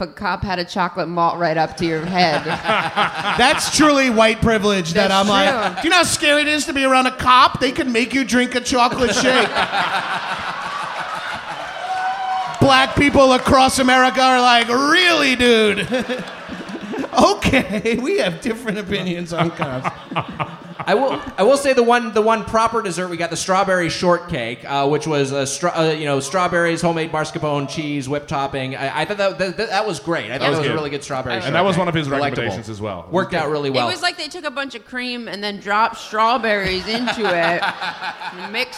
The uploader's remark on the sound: Recorded live at the Logan Square Auditorium in Chicago, IL.